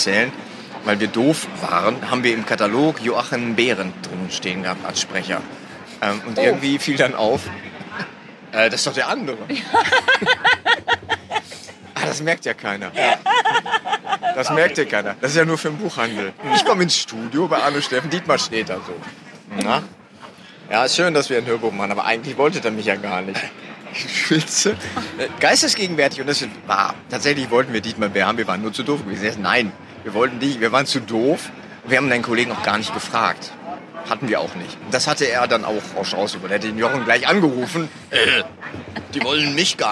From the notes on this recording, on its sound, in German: Live von der Frankfurter Buchmesse.